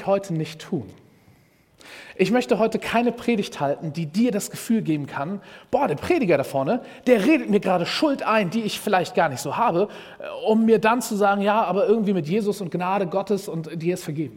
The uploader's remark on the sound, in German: Predigt im Rahmen des GreifBar+ Gottesdienstes